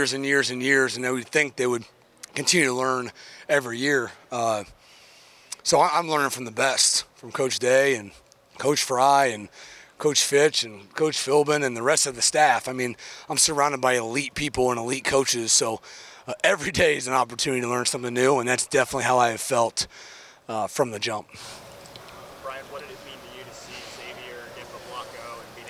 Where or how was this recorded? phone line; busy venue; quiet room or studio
busy venue